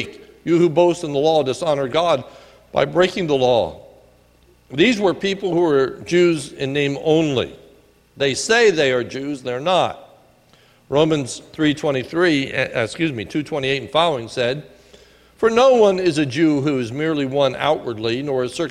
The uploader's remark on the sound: sermon recorded at the Lebanon Bible Fellowship Church in Lebanon, PA on 10/28/2018 during the evening service